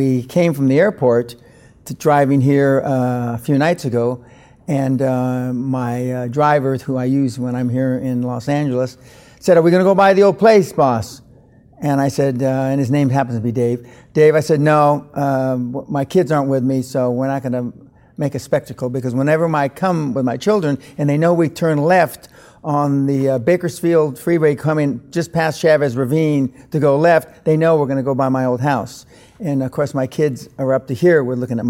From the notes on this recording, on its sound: This is a special in-person interview shot live from the 2014 Bulletproof Conference!